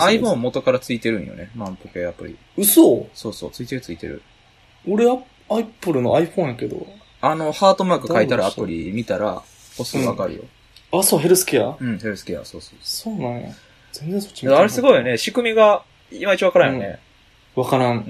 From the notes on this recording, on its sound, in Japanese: 収録中ずっと鼻水が止まらなかった回です。